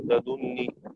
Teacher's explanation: الباقين يقرؤون بالضم الخالص في الدال والتشديد النون